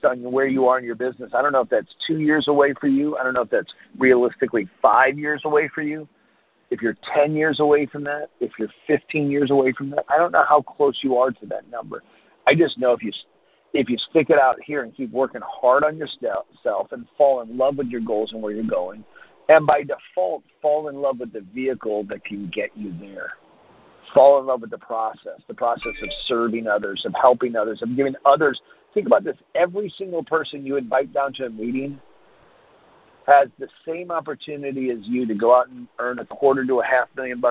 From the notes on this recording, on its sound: Team Freedom conference call on 8/16/19